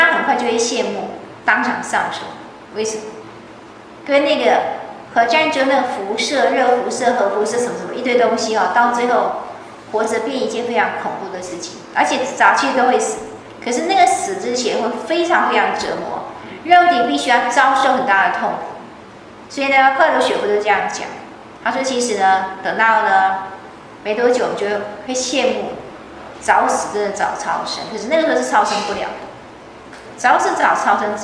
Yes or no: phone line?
no